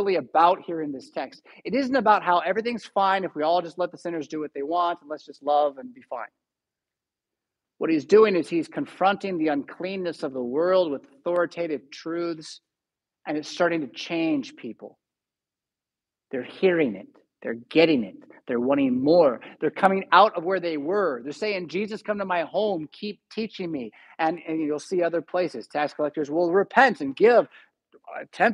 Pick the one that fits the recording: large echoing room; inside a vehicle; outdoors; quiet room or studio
large echoing room